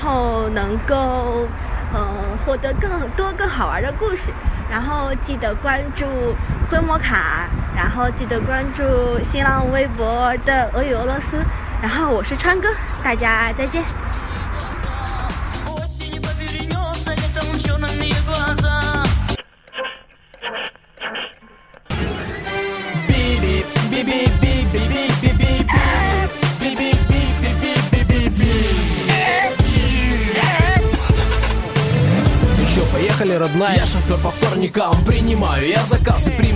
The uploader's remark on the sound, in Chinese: 也偶然在yandex.taxi 打车的时候遇到的一位。于是就斗胆在上车前，按了手机录音。没有任何脚本，没有提前准备任何问题，只是普通的聊天。